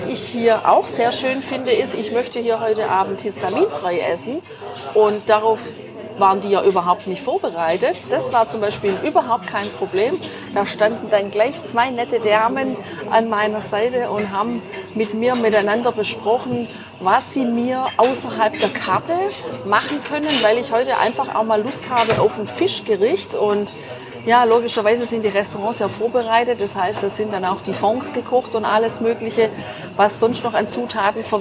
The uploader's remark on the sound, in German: Ein sterneverdächtiges Fischmenü direkt am Ufer und Blick aufs Meer haben wir bei Da Gianni in Torre Mozza genossen. Haben wir für dich live beim Essen eingesprochen!